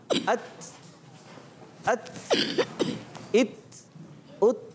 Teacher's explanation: ہمس پستی اور نرمی کے ساتھ سانس جاری رہتا ہے